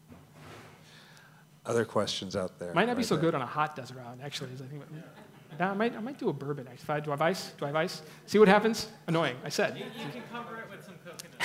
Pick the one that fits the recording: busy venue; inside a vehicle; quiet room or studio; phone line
busy venue